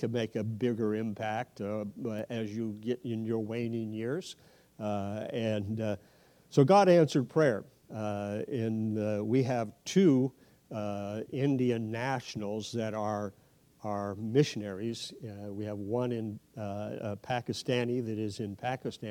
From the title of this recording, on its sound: 2023 Mission Conference Night 2